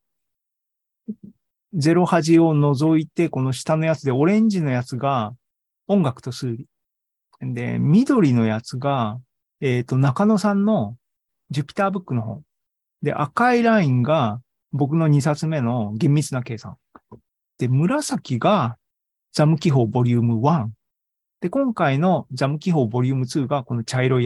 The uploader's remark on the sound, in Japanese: ZOOMライブの模様です